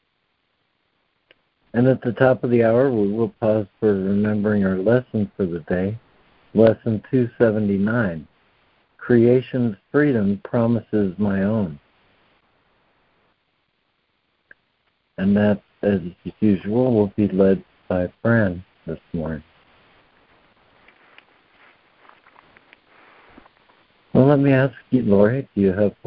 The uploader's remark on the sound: ACIM Daily Conference Call